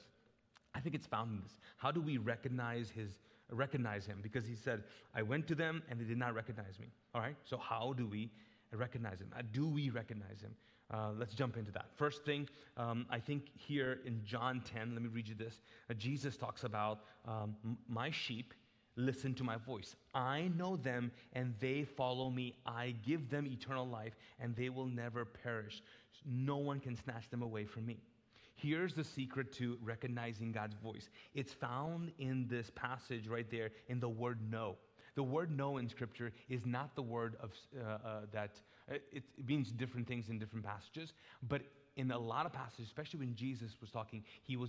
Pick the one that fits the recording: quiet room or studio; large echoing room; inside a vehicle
large echoing room